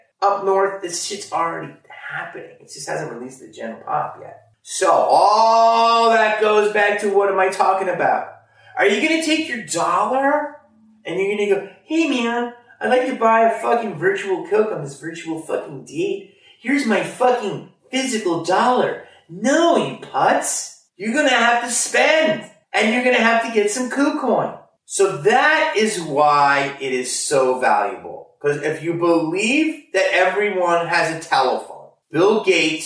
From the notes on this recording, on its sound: Sorry about the audio quality on this one, there was an issue with the mics but we still wanted to upload this and give you all a new video.